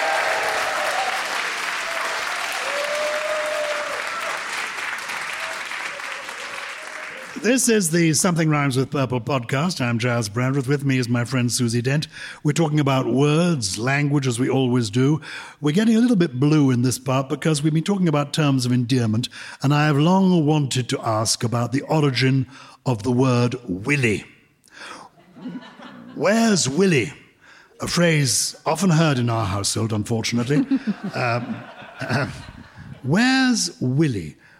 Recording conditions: live audience